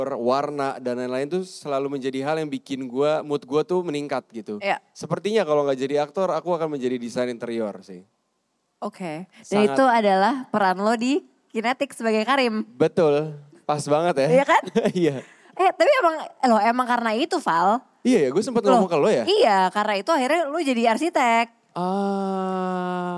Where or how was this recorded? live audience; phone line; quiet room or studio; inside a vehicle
live audience